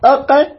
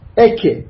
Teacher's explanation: ثم الكاف أسفل، يعني القاف فوق أق، الكاف جوا أك، واحد هذا اللسان، هذا اللسان أق أك، أبعد شيء باللسان الأق اللي بعده أك